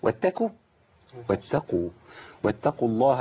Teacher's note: القاف المضمومه دي لابد من بيان القاف وما تبقاش كاف